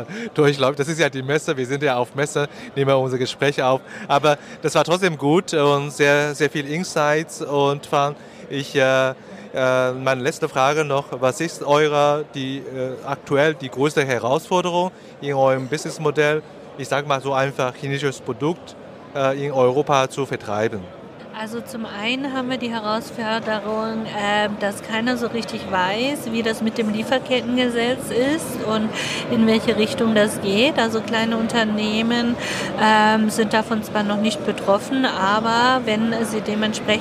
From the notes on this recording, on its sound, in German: Live Interview auf Hannover Messe 2023